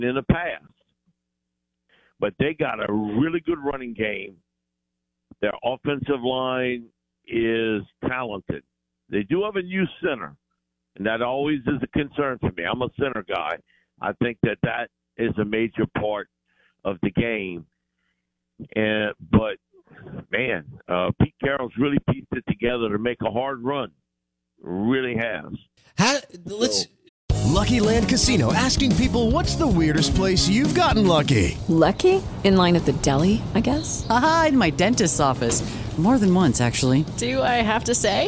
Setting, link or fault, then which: link, phone line